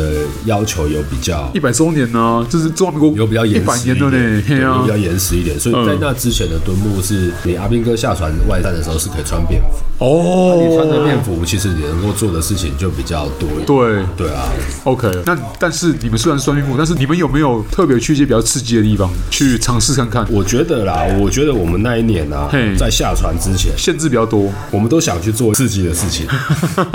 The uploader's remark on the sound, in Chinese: 本集白噪音指數：微風級 2/5。錄音地點： 黝脈咖啡。